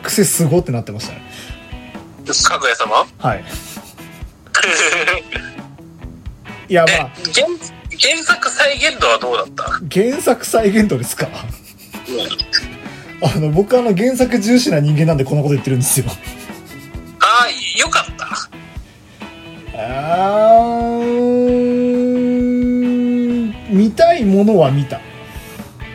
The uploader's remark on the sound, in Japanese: 録音機材：iPhone7